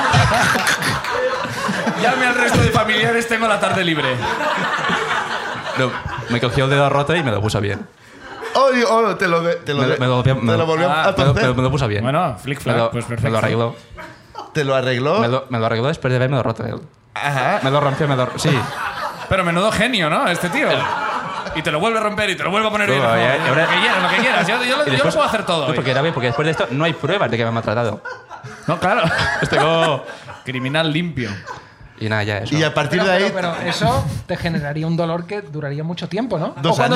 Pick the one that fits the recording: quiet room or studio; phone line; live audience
live audience